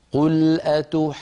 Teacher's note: ننتقل من الألف إلى الجيم المشددة بقوة حتى نبين التشديد هكذا. قل أتحاجوننا، يعني لابد من أن نبين التشديد في الجيم.